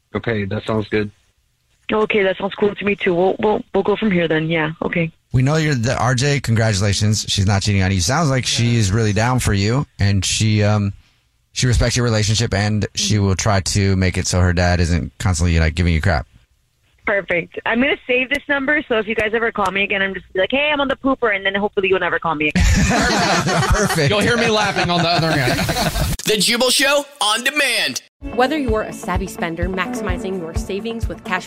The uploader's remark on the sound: Now the Jubal Show is on the phone to help him out.